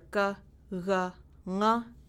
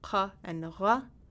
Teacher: So the velars are ga, ga, nga, and the uvulars are ka and ra.